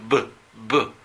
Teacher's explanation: siente una vibración. Eso es el sonido voiced.